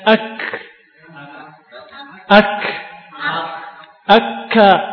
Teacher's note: Makhrajnya huruf kaf. Jadi apabila makhrajnya qaf paling belakang, maka kaf di depannya sedikit. · Term: makhrajnya kaf